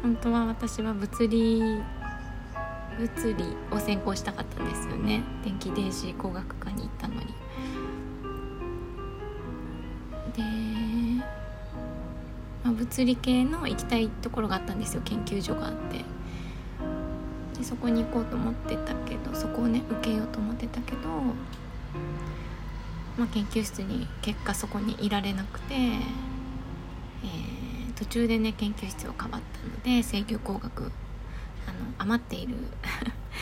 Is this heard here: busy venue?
no